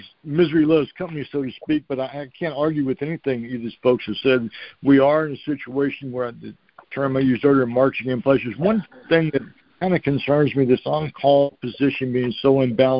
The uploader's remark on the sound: January 2024 Monthly Cotton Conference Call.